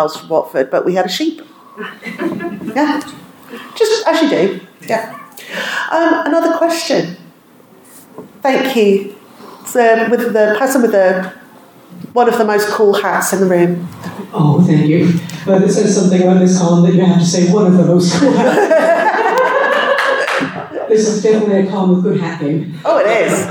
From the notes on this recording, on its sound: Recorded at Reclamation 2022, the British Science Fiction and Fantasy Fan convention.